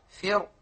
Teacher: وعليه كلمة فرق في الشعراء فقط إن وقفنا عليها لجميع القراء من جميع الطرق تكون بتفخيم الراء